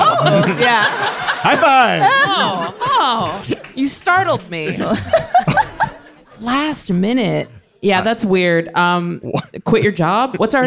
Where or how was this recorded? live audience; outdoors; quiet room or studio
live audience